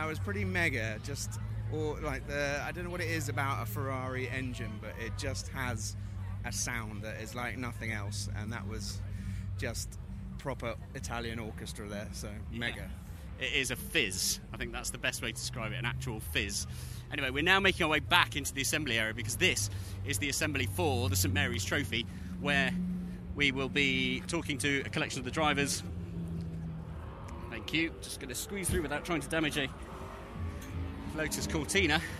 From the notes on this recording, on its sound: Brings the sounds of The Goodwood Revival Meeting 2022. We hear from racing drivers, racing car owners, team mechanics and media personalities all captured at the world's most prestigious and most celebrated historic motorsport event, The Goodwood Revival Meeting in West Sussex. Over the course of 3 days of the event.